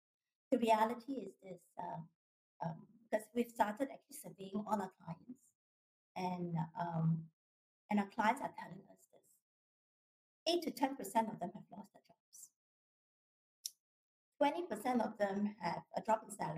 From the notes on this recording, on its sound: This is part 2 of the Resilience in Crisis & Protecting Employee’s Financial Health's recorded webinar series.